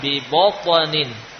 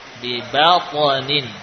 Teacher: Apabila huruf sebelumnya ini adalah huruf yang istithal, misalkan ha, ya, maka jangan ikut dibaca seperti isti'la'nya to, ya, aha, ya, bukan ahopna, tapi ahopona, ya, atau sebelumnya bibaponin, bukan biboponin, baknya jangan dibaca tebal bibo, namun dibaca tipis biba · Shown in: second take · bibaponin, ya, bibaponin.